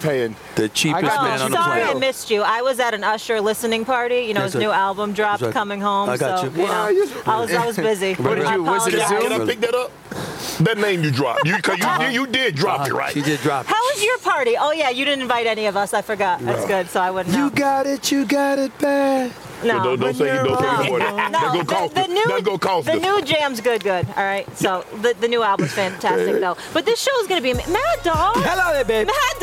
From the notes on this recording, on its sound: live from the Super Bowl in Las Vegas